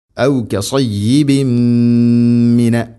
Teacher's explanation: ഔ കസയ്യിബിൻ സയ്യിബിൻ സയ്യിബിൻ ഔ കസയ്യിബിൻ മിന, തൻവീനു ശേഷം മീം, ഇദ്ഗാം ബിഗുന്ന, തൻവീനിനെ മീമിലേക്ക് കൂട്ടിലയിപ്പിച്ച് മണിച്ചുകൊണ്ട് ഉച്ചരിക്കണം